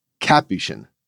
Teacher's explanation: The religious order is pronounced with the emphasis on the first syllable. Capuchin. Just a little quibble.